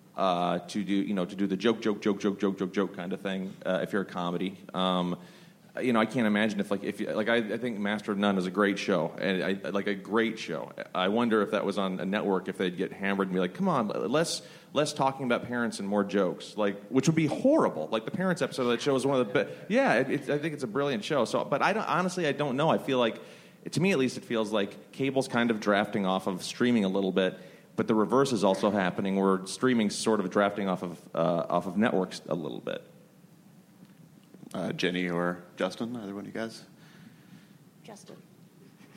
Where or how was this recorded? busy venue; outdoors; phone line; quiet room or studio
busy venue